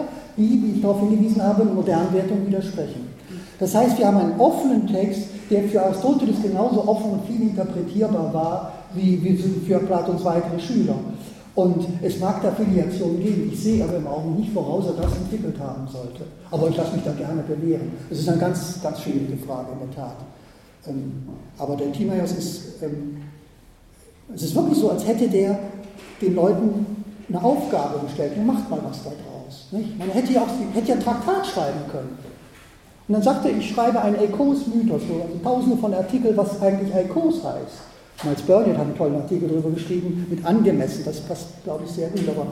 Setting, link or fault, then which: setting, large echoing room